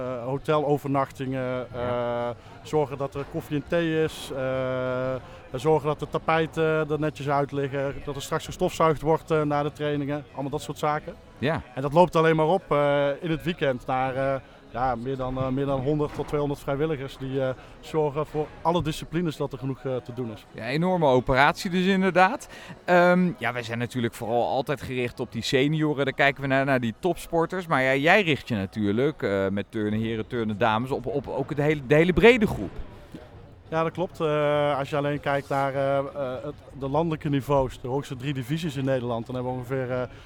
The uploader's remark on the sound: Een speciale aflevering van Turnpunt, opgenomen tijdens de podiumtraining in Ahoy, aan de vooravond van het NK. Een enorm evenement: veel turnsters en turners, veel verschillende disciplines, veel publiek.